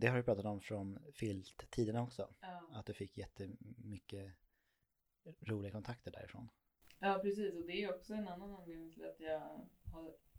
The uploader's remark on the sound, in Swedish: så ljudet är inte heller på topp